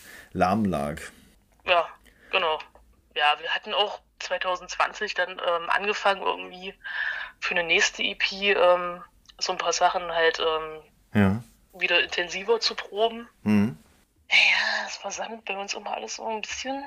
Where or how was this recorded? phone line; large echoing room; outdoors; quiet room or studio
phone line